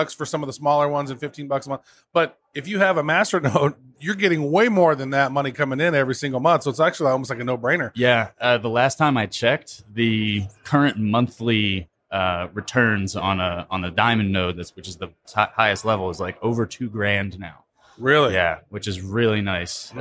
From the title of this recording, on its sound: Live from Consensus 2019